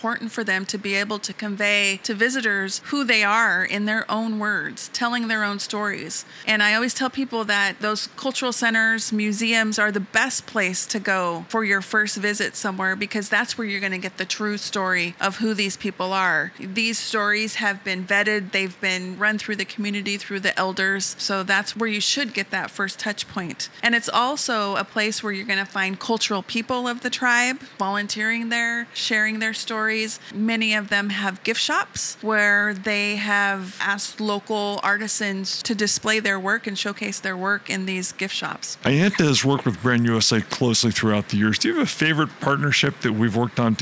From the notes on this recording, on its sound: Live From IPW.